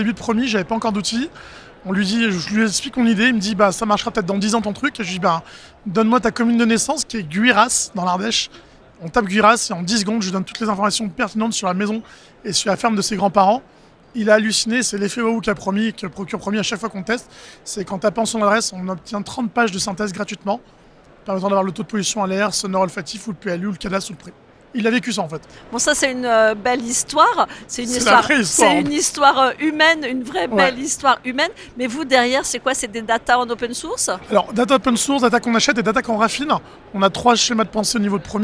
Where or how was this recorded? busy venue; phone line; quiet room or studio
busy venue